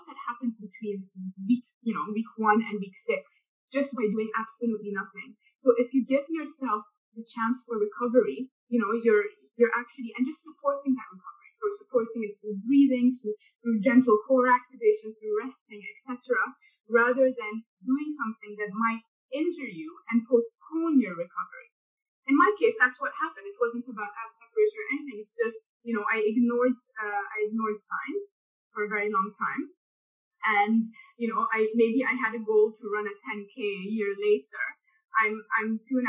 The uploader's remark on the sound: A Zoom chat.